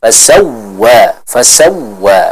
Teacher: Huruf waw yang bertasydid. Maka jangan lupa untuk diberikan penekanan. Bukan fasawwa, fasawwa, tapi fasawwa, fasawwa, seperti itu.